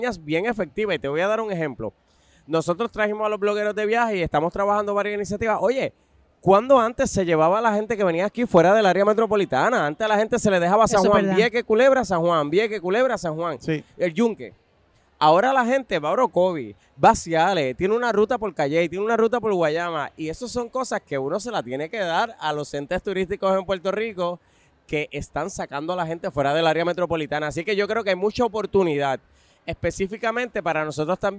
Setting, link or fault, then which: setting, busy venue